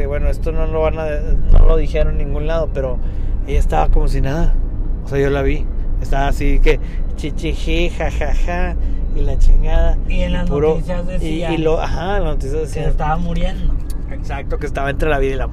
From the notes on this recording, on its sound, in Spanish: Nos lanzamos a explorar con cámaras y grabadoras de sonido la escuela Carmen Romano en el obispado.